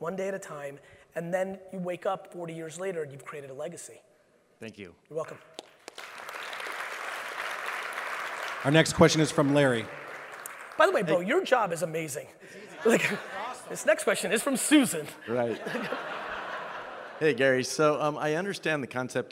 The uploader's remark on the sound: From the AIME Fuse National Conference. 12 in Las Vegas.